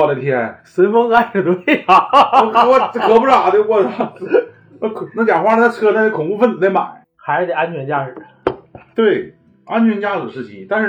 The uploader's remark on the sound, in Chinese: 本期为2022春节前由手机临时录制，请谅解